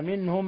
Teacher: ميم ساكنة جاء بعدها الهمزة منهم أي إظهار شفوي